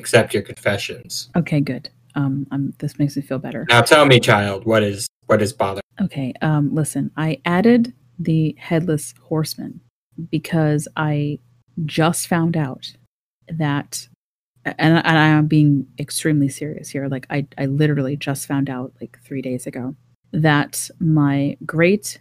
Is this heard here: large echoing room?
no